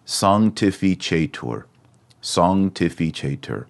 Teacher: that C sound, notice that since it's followed by an E, it's not hard like a k-k-k. It goes soft.